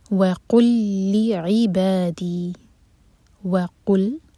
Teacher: واو کے لیے ہوٹ گول، اور قاف حلق سے، اور قل میں جو لام ہے، قل میں جو لام ہے یہ لام ایمٹی ہے، اور نیکسٹ ورڈ لی عبادی اس لام پر ہے شدہ اور کسرہ، تو لام کو مرج کریں گے.